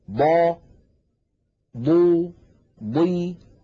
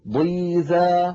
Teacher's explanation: يتجلى في الحرف المكسور، لما نقول مثلا ضا ضو ضي حتى عندما تكون الضاد مكسورة تكون ضخمة مفخمة تماما